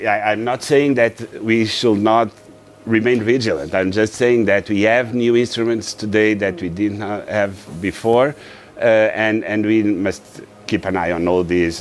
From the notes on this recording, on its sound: We are live in Davos at the World Economic Forum